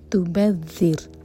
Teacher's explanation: تبذر، ذال کے لیے ہماری زبان اوپر والے دانتوں کو ٹچ کرنی چاہیے اور تھوڑی سی ٹپ باہر ہوگی. رو ساکن باریک ہوگا کیونکہ اس سے پہلے کسرہ ہے